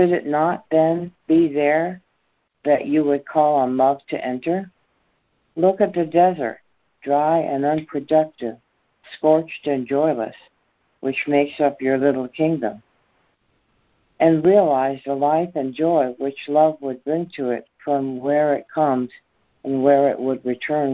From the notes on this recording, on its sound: ACIM Daily Conference Call